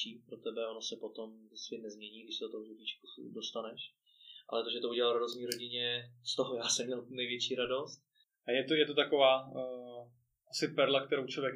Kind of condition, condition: fault, poor sound quality